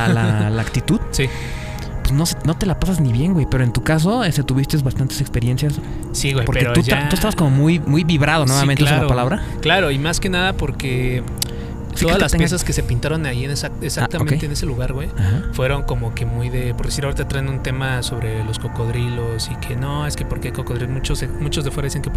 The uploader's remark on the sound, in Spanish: Este podcast fue Grabado en un espacio al aire libre en medio de la noche